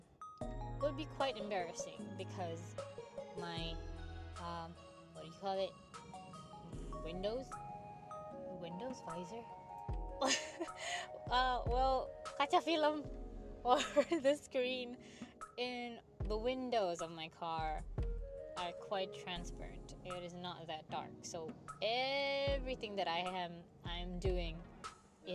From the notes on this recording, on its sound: Sorry for the realllyy small voice, it sounded okay when I reviewed it before :/.